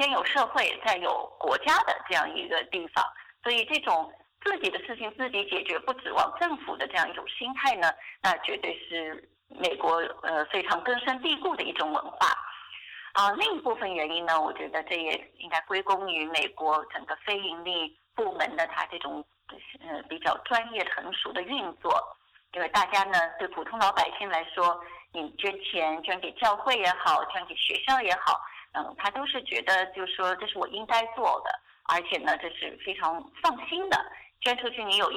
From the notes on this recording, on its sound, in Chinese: 电话采访